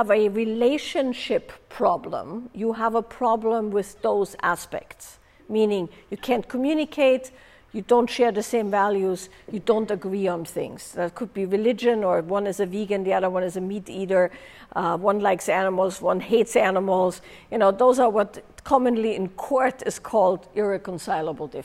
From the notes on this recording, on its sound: live with participants from a recent in-person event